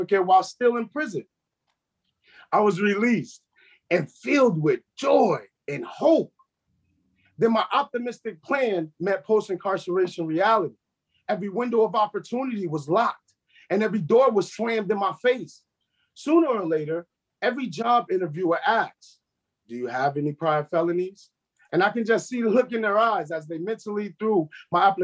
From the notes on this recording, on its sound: These four men tell their truths to a zoom audience of 100 family members, friends, activists, and strangers.